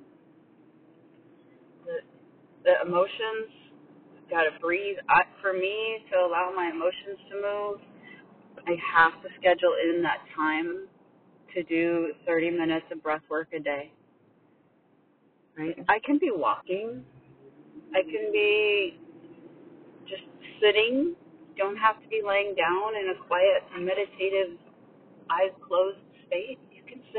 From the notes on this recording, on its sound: the sound quality is not the best because I needed to record this while I was driving